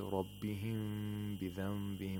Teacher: The mechanism is the same. The lips are brought close together. However, they are not closed completely. There is a small space in between them, and the nasal sound is made for two vowel counts. · Term: إخفاء of ميم ساكنة